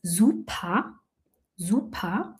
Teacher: Und dieses E in Kombination mit diesem R sprechen wir als A aus. Eigentlich müssten wir schreiben S-U-P-A, super. · Term: vokalisierte R